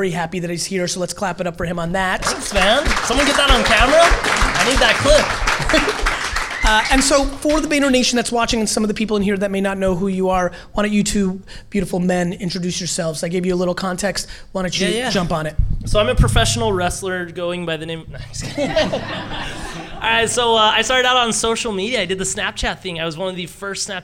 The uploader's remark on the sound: In front of a LIVE audience. Sourcing questions from an audience that bartered their way into meeting me this night.